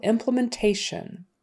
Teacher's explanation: for implementation, the syllable stress is on the next to the last syllable